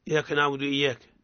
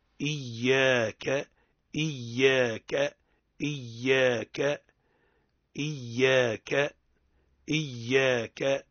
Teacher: وخاصة إذا كان إماما للمسلمين يقول إياك نعبد إياك، رد بالك ما لا وقت التقرأ قول إي تحقق الهمزة وتشدد الياء إيا وتمدلها · Shown in: second take · Term: همزة القطع